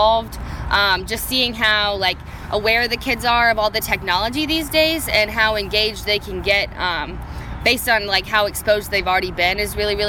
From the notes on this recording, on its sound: Live from the SAME/U.S. Army Engineering & Construction Camp in Vicksburg, Miss.